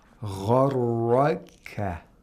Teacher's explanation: we have two letters that are pronounced with thickness, with tafkhim. Ghain and ra. Gharraka. The kaf does not have tafkhim.